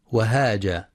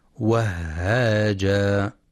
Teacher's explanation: والصواب تشديدها وهاجا مع مراعاة الهمس · Shown in: second take